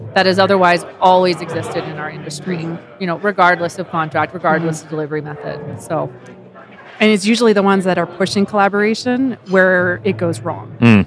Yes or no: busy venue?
yes